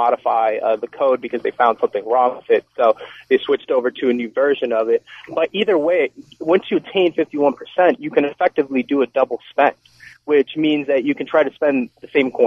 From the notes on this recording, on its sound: also joined us by phone in the 2nd hour